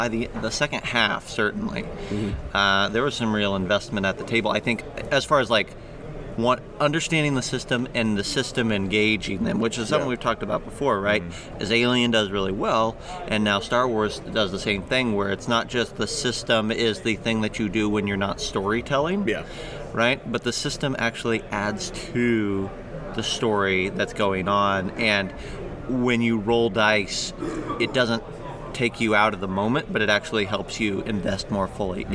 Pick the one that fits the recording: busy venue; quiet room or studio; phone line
busy venue